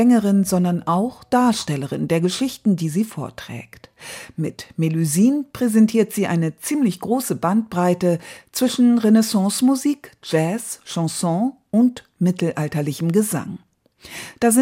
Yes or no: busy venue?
no